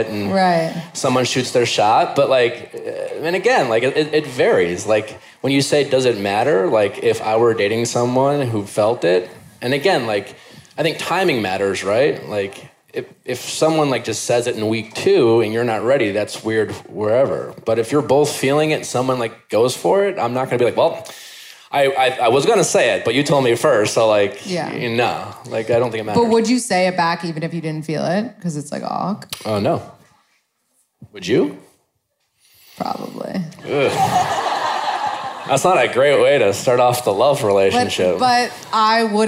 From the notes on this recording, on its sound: Live Podcast at Bowery Ballroom.